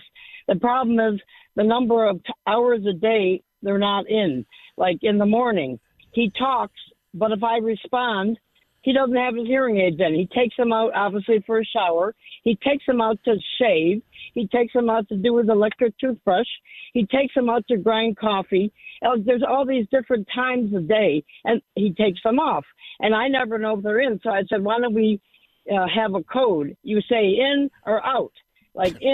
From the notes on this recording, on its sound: takes your phone calls